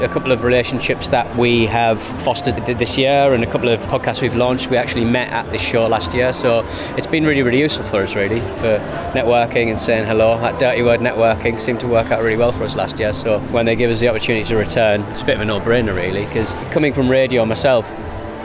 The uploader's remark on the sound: Last week saw thousands of podcast industry figures descending on Islington’s Busines Design Centre for The Podcast Show 2023. Hitting the show floor to talk to key attendees.